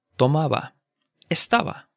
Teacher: So to make the bilabial fricative, try making the English V sound, but use your two lips instead of your lips and your teeth, right? So, So when you say tomaba o estaba and you pronounce that B, it's not the hard B as burro o Barcelona.